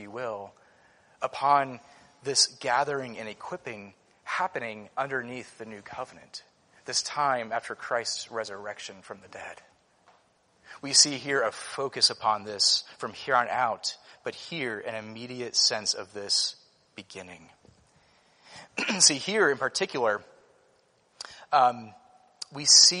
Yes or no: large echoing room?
yes